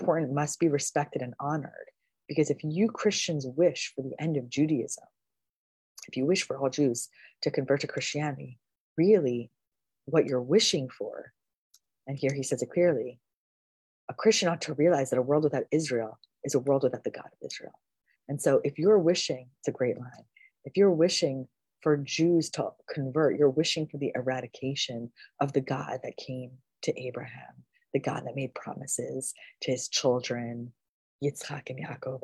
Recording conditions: video call